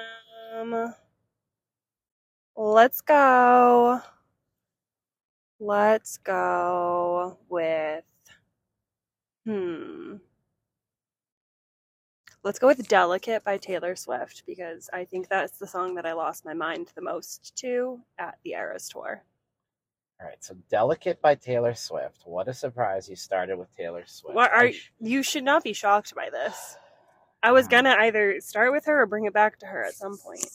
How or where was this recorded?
inside a vehicle